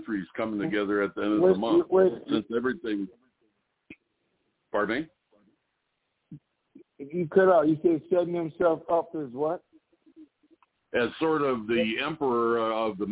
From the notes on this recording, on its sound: Conference Call